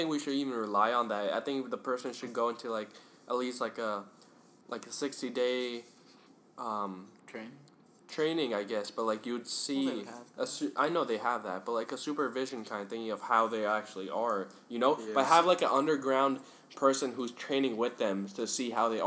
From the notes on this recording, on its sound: please be patient while we get enough funds to have more mics because I know its bugging the crap out of you